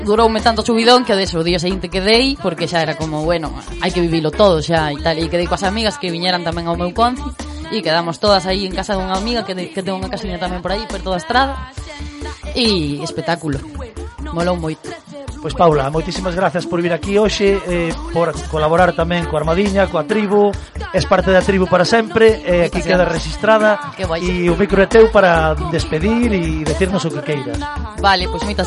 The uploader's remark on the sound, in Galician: Desde a Praza da Chousa (Combarro &#8211; Poio). Programa especial no Armadiña Rock 2020. Desde a Praza da Chousa (Combarro – Poio).